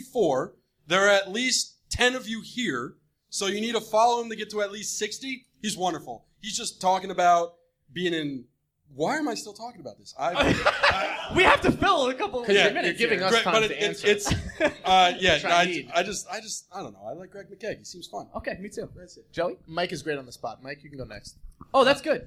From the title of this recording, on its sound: LIVE Show With Blueshirts Breakaway -- The Forum 2